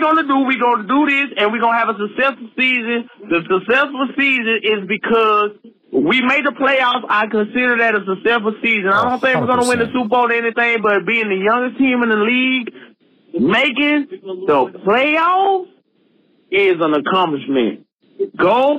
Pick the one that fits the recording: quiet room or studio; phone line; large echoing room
phone line